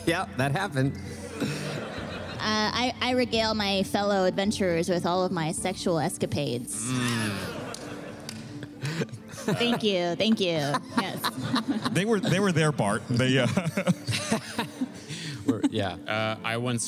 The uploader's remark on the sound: filmed LIVE at RTX 2022